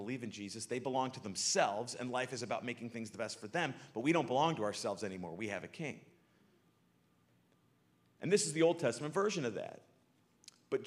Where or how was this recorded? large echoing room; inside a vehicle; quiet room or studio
large echoing room